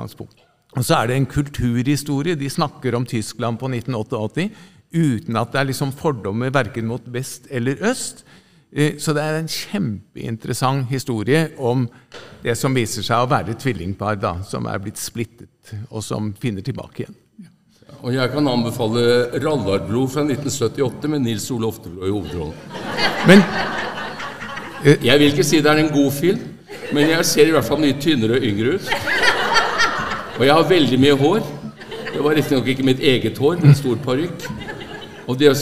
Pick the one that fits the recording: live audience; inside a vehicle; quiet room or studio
live audience